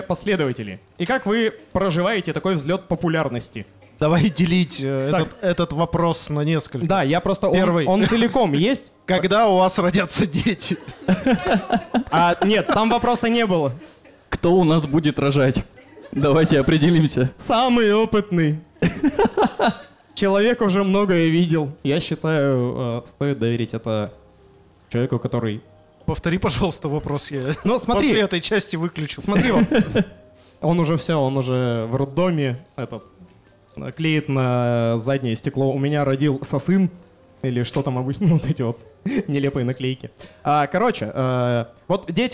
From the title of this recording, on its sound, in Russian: Лайв в баре